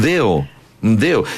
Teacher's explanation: nos cuesta tanto poner la lengua entre medio de los dientes que decimos deo, y no dedo